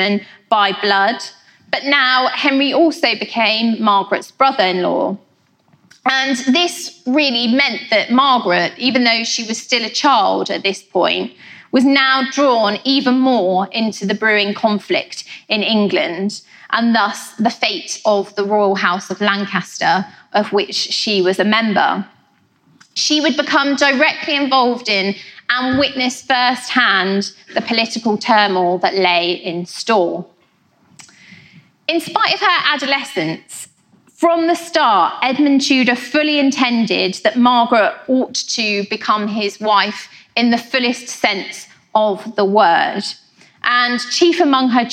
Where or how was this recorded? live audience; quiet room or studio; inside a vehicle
live audience